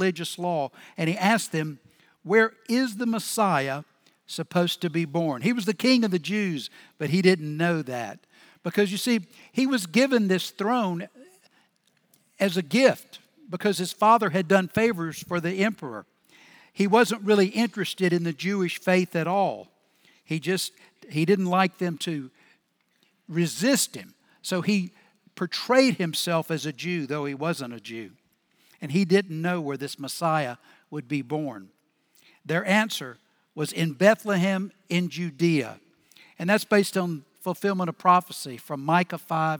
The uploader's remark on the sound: Recorded Live at Brookwood Church on 12.17.2023